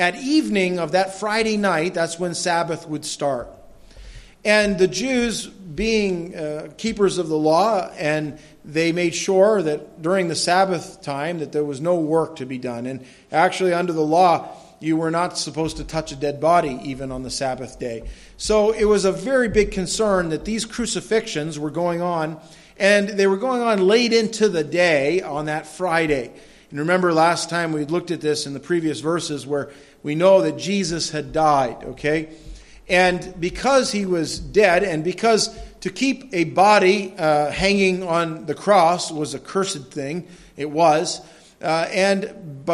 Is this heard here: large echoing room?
yes